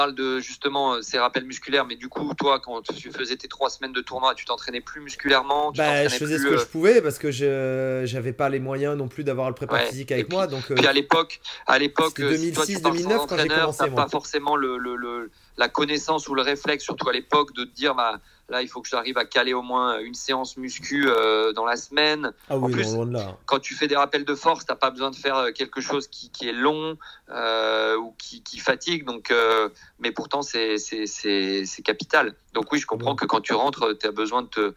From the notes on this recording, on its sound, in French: notre entretien téléphonique